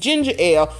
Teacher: The ending of the first word and the second word run together when you say it right. · Term: liaison